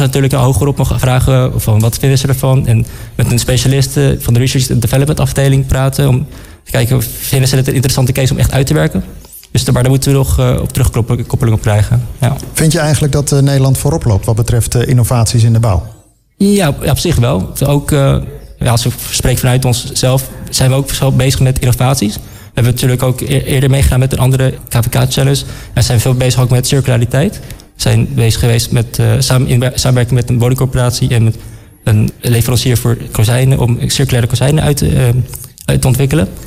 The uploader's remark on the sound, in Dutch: Een van de events op de Floriade Expo-terrein vond plaats op 17 mei: het Floriade Hub Café. Een live-radioprogramma vanuit de Green Innovation Hub in The Natural Pavilion met muziek en aansprekende gasten uit de wereld van tech en innovatie.